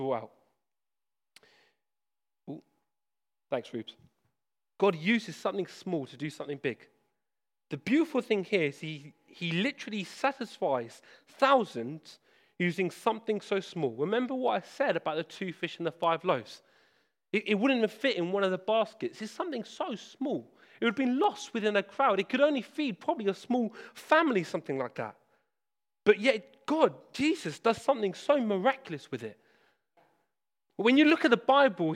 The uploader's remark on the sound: This sermon was preached at Hope Church Sevenoaks, UK.